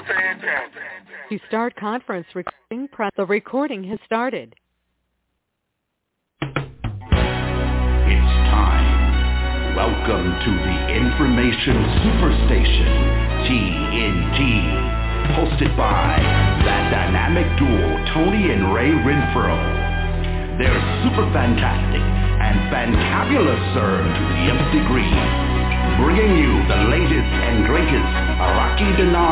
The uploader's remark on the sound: Conference Call